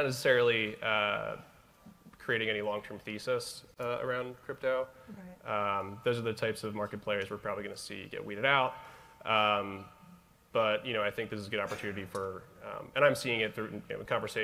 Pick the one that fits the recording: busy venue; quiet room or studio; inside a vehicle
busy venue